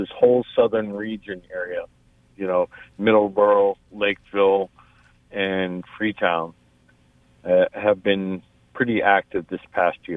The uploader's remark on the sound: "Spooky Southcoast" recorded live. Co-hosts by phone. Teams call in from the field, including a group that catches a very interesting animal sound that doesn't fit anything known to be in the Triangle.